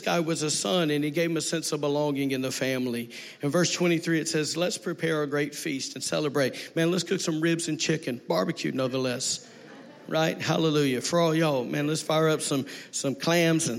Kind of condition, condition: setting, large echoing room